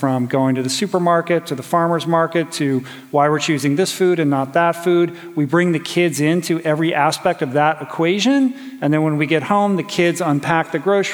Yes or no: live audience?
yes